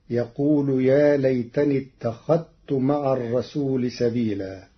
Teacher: قرأ ورش كلمة اتخذت بإدغام الذال في التاء حيث إنهما متقاربان صغير وحكمه جواز الإدغام فتصير: يقول يا ليتني اتخذت مع الرسول سبيلا.